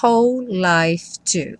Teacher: embora tenha um W aí no começo, você só escuta o som do H, que em inglês é esse som h.